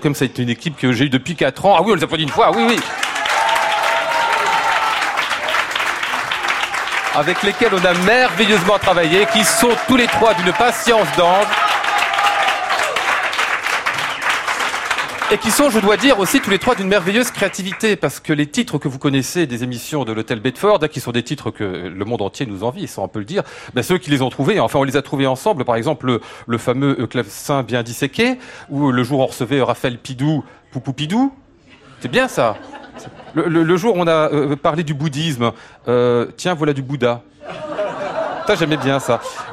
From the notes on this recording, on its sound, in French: En direct et en public depuis l'Hôtel Bedford, une soirée musicale.